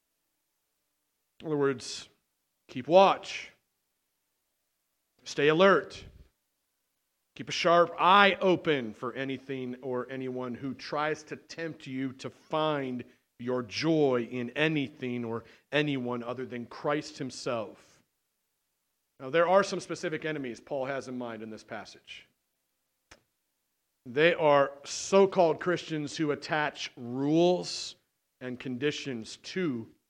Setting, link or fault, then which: setting, large echoing room